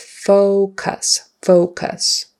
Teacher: The first vowel is a long O, O, O, O, round your lips, focus. The last vowel, the U there, is a short U, cuss.